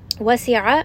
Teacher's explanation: عين is going to be from the middle of the throat